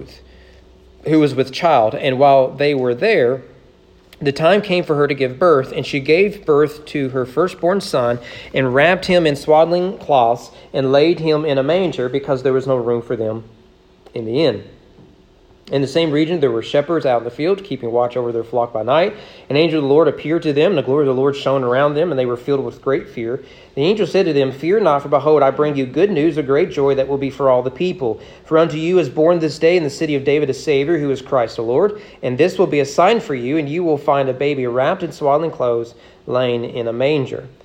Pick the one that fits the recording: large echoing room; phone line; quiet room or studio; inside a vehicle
large echoing room